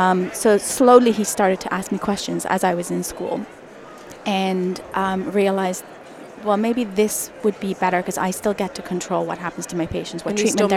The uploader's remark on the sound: it was recorded live at the the Ontario Dental Association meeting in Toronto, live on the trade show floor.